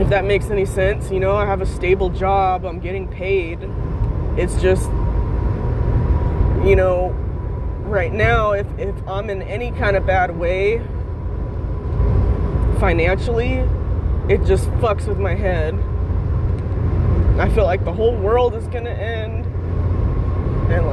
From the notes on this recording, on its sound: Driving home, crying.